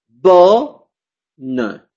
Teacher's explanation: no se pronuncia más como un sonido nasal, se pronuncia solamente como sonido normal, oral.